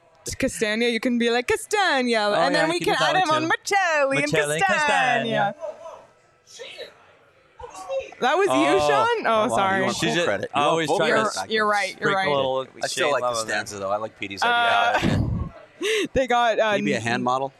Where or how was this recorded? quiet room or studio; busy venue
busy venue